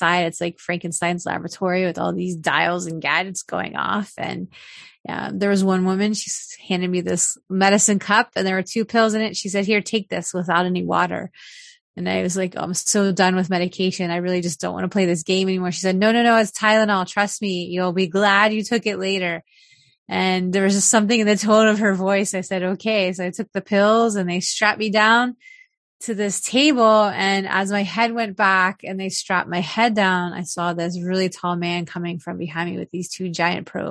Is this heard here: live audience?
no